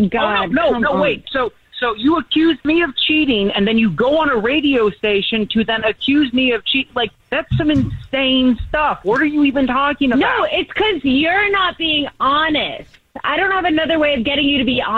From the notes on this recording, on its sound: on the phone for this First Day Follow Up